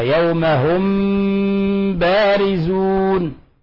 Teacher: والوجه الآخر وهو الأشهر وهو المقدم في الأداء، وهو الذي عليه أهل بلاد الشام وأهل مصر وأهل الأندلس وسائر البلاد العربية، بترك فرجة يسيرة بين الشفتين مع غنة من الخيشوم · Term: إخفاء الميم الساكنة